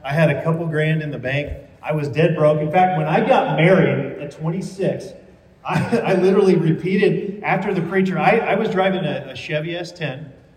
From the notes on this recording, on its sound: Recorded live at the 2022 Student Mobilization Conference (SMC) in Dallas, Texas.